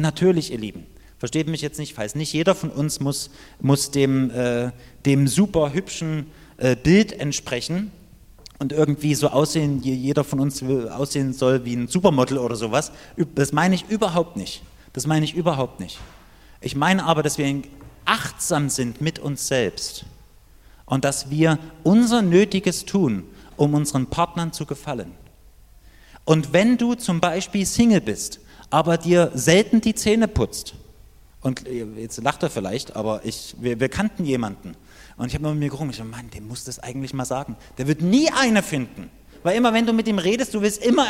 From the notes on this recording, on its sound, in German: Die Predigt ist aus dem Gottesdienst vom 7.